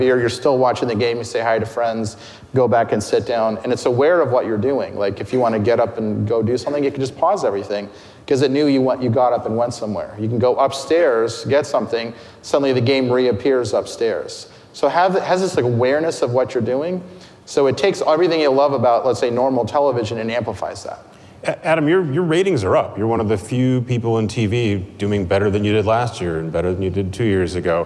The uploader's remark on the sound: Live at Code Media 2018